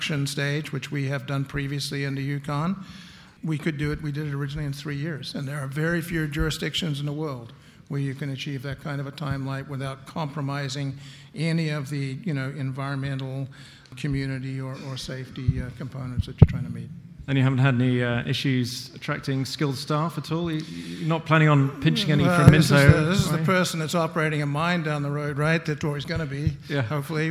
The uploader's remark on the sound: Highlights from the Canadian Mining Symposium in London. A panel session.